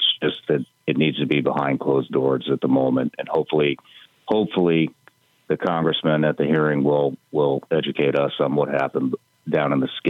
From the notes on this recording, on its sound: we take your calls in open phones across America